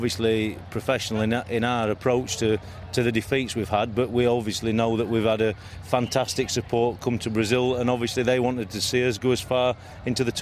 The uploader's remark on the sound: Recorded from Copacabana beach, Rio